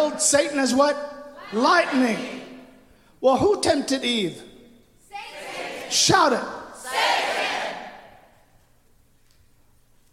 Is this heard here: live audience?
yes